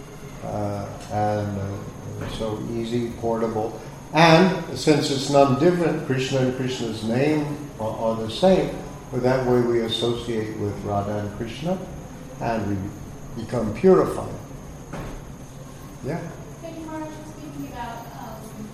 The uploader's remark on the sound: Sunday Feast lecture at ISKCON Philadelphia